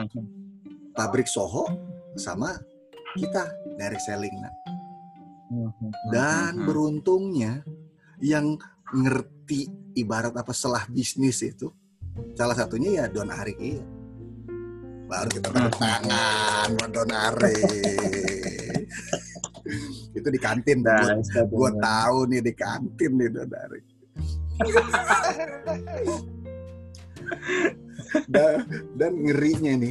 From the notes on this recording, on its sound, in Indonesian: REKAMAN SUARA ZOOM Meeting